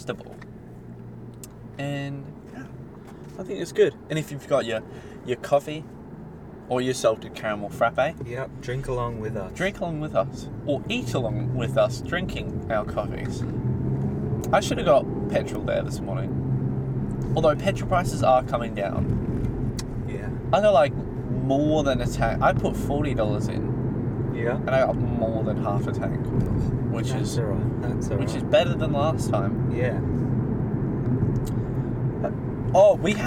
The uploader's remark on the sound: We thought this would be a perfect idea to record an episode in the car, turned out to be a little harder than we thought!